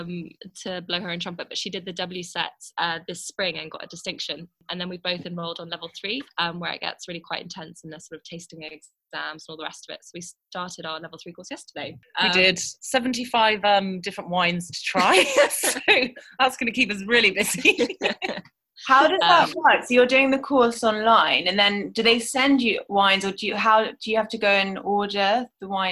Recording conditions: video call